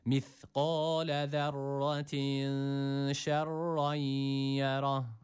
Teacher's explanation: Ve şeddeli olan Ra da E olarak okunmuyor. Ra burada yine kalın okunuyor.